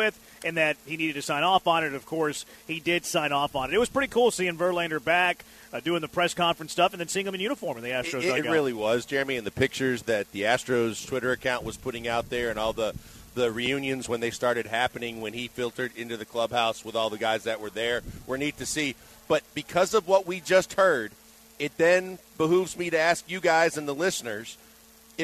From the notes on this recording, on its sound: LIVE from Drift Bar in the Heights!